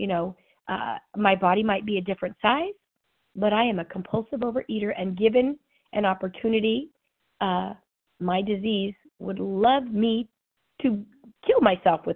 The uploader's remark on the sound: 100 Pounders Phone Meeting